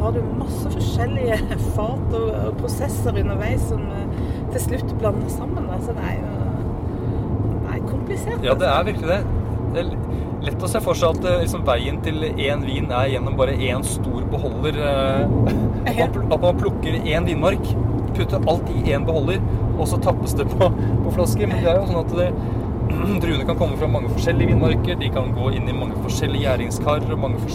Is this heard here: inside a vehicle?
yes